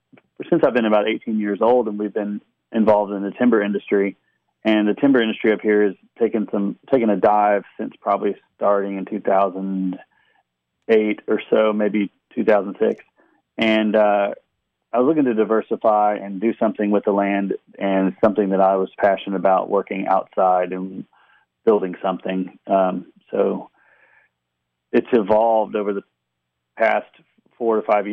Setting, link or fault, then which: link, phone line